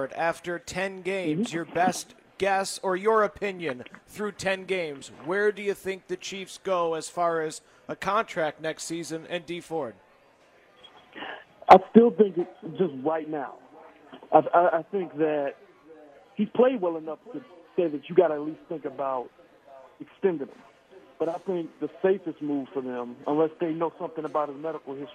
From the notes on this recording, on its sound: LIVE from Chicken N Pickle in the Northland